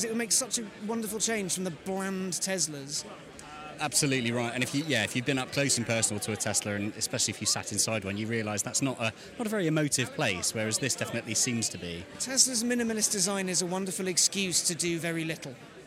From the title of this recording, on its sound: 'LIVE' from The Lotus Eletre Launch